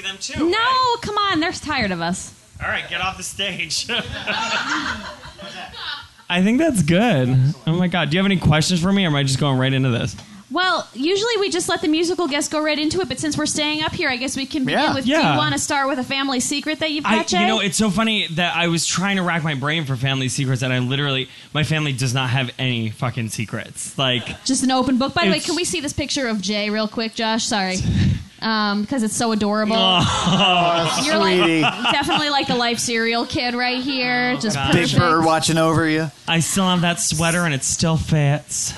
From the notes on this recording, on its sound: A live show. Musical accompaniment/performance. Recorded live at QED in Astoria, NY.